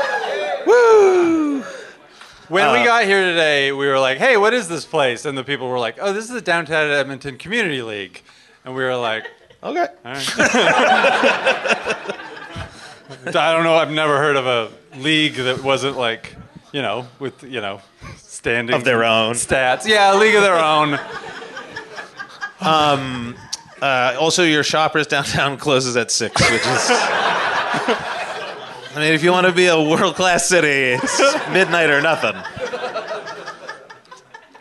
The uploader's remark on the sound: Recorded live at Winterruption Edmonton.